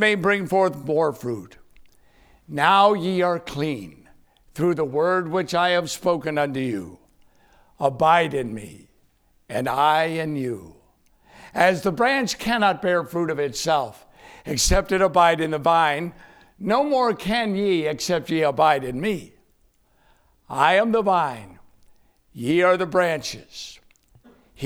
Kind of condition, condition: setting, large echoing room